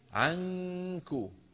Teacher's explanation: مباشرة من العين لمخرج الكاف